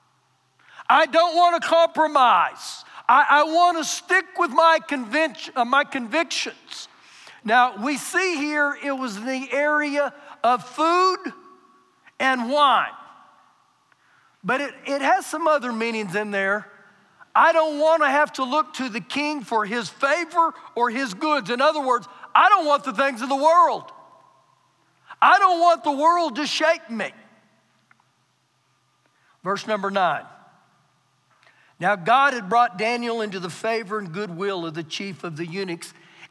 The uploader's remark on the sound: Recorded live during our Sunday morning service